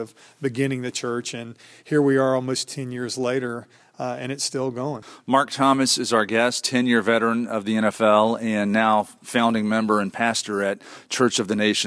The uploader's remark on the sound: Live from a Sigma Phi Epsilon national conference